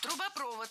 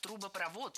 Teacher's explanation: Ударение в этом слове ставим на последний слог и ориентируемся на исходный глагол. · Shown in: second take